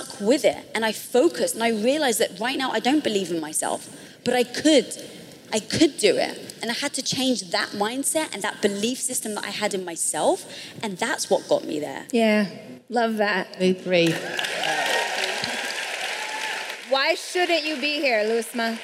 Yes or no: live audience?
yes